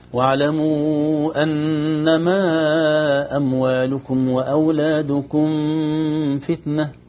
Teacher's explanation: يسوي غنة كأنه يخفي الميم عند الفاء، نقول لا، واحذر لدى واو وفاء أن تختفي، يعني خلي